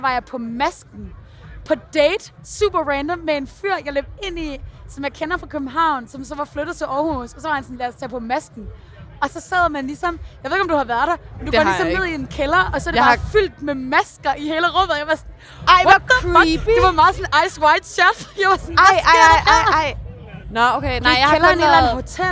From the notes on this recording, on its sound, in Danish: Talt med glade festivalgæster.